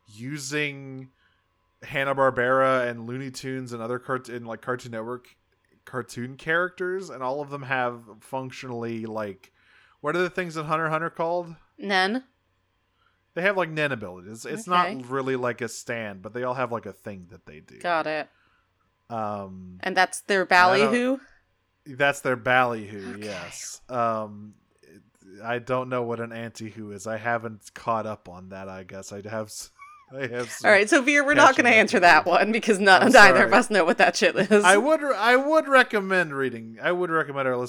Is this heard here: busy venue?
no